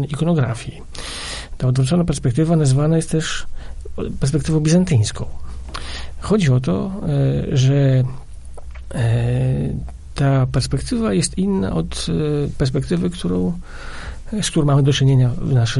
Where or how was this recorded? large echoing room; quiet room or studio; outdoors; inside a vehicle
quiet room or studio